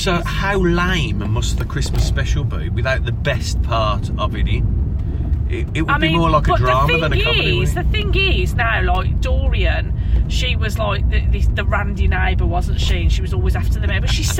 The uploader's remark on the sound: Recorded on the car journey home from work